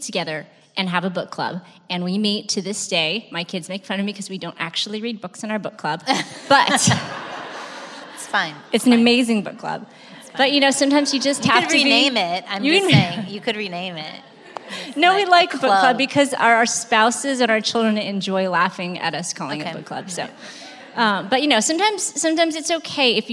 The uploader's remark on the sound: This special episode was recorded at our first Live Event held in 2017.